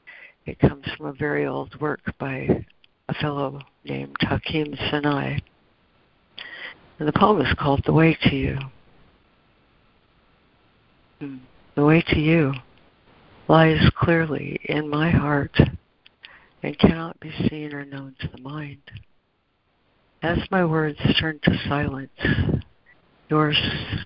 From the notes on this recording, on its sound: ACIM Daily Conference Call